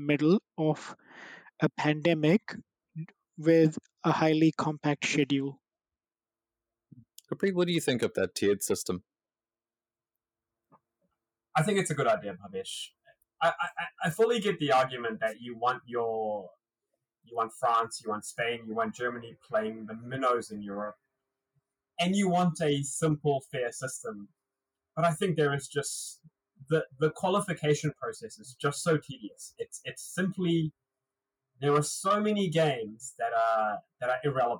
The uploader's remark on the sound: Our audio was caught offside this week. We do this in our bedrooms!